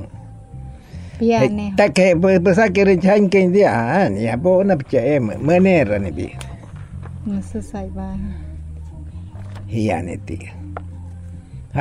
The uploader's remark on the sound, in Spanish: El sonido de la naturaleza, las voces, el acento y la lengua indígena hacen parte de este capítulo. Disfrute de este viaje sonoro por el resguardo indígena Mayabangloma en Fonseca, Guajira. El sonido de la naturaleza, las voces, el acento y la lengua indígena hacen parte de este capítulo.